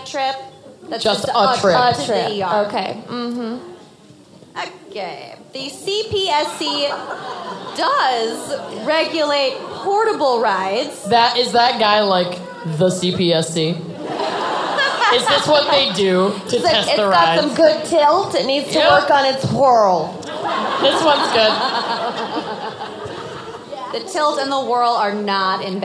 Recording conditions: live audience